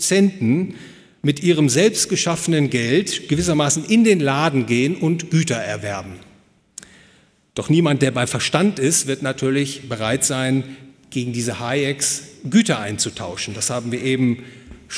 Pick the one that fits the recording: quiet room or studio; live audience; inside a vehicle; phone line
live audience